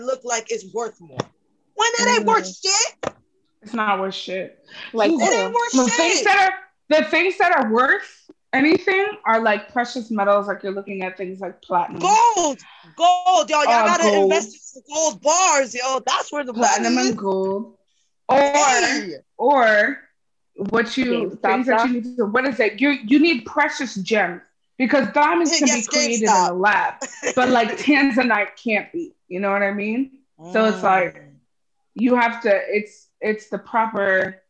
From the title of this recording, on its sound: Zoom Pod